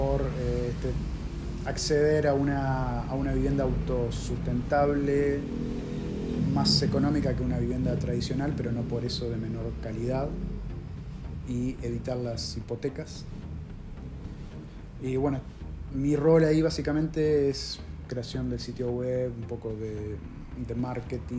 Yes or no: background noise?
yes